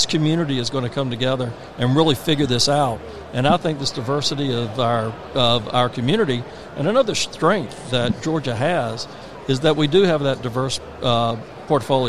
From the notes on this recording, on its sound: Broadcasting live from the Georgia World Congress Center for Georgia Technology Summit.